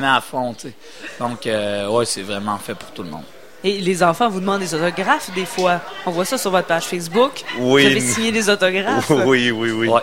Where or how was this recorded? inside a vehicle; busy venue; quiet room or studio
busy venue